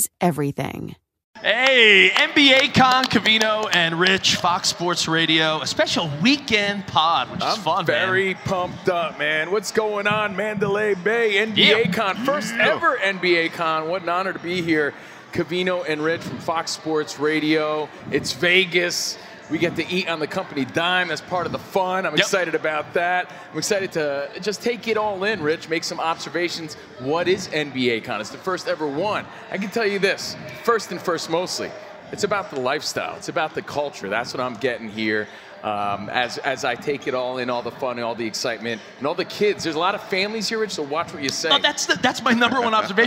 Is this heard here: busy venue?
yes